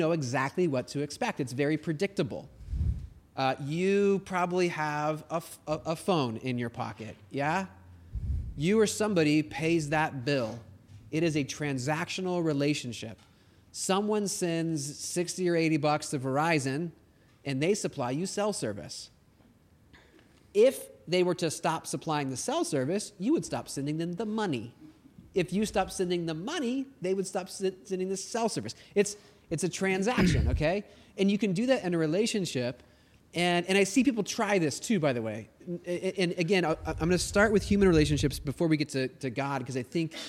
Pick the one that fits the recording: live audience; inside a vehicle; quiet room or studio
live audience